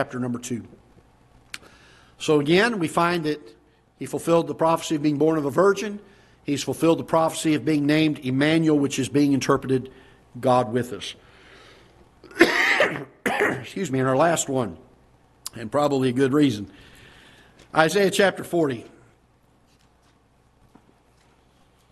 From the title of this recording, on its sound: Ketha Heights Baptist Church ~ Live Broadcast